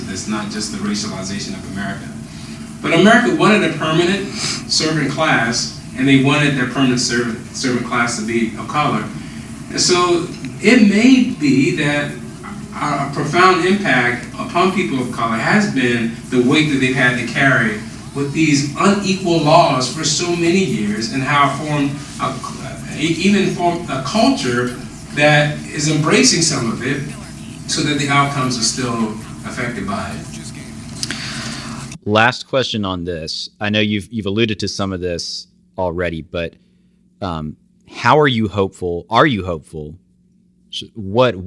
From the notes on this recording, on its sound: We’re sorry for the audio quality on this one. We recorded this on the road and one of our mics malfunctioned. We decided to post the interview despite the sub-par audio.